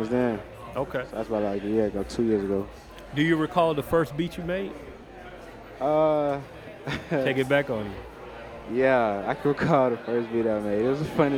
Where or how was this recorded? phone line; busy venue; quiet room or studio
busy venue